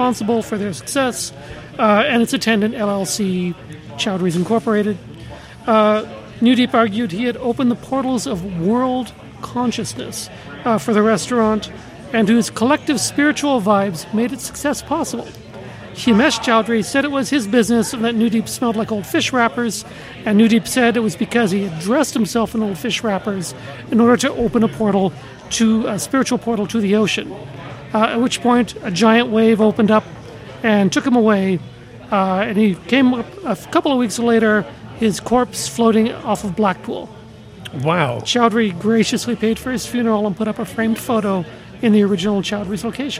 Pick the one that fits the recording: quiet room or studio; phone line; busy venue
busy venue